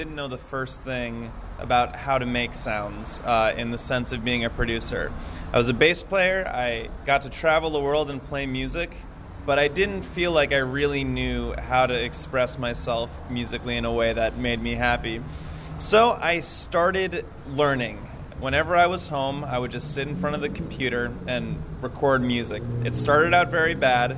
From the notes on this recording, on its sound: Backstage at the Biltmore. The Biltmore was too loud and outside was too rainy, so we ended up standing in the doorway at the top of a long set of stairs that ended at rush hour Kingsway--this is why you can hear both traffic and the echoes from the long hallway while we chat.